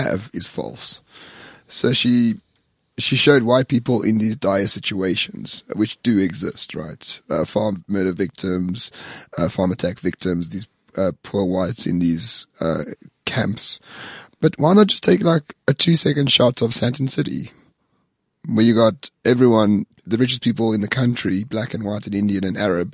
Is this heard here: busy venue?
no